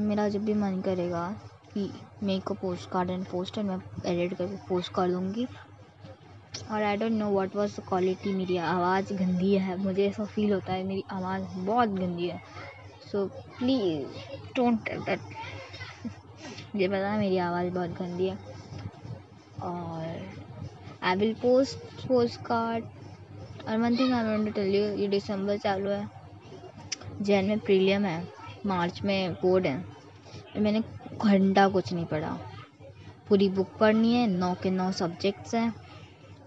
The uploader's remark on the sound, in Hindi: If background sound aarhi hai to ignore plzz. Yrr middle class family ka ye hi problem hota hai ki ek kitchen aur ek hall hota hai vahi hamara ghr hota hai.